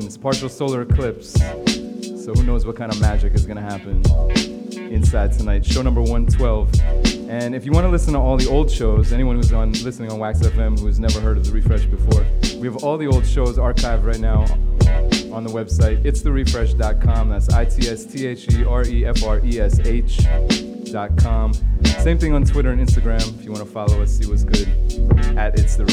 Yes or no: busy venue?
yes